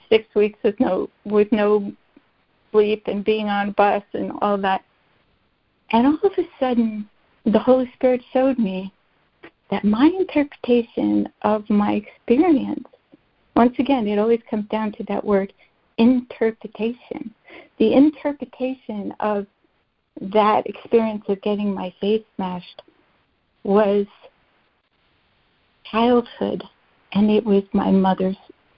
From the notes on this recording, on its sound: ACIM Daily Conference Call